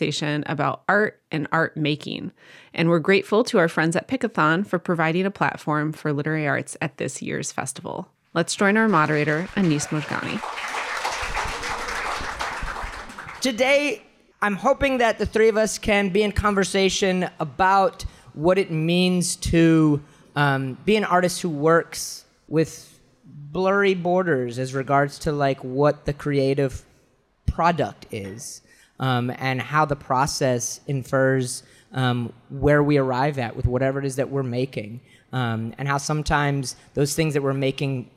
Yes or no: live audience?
yes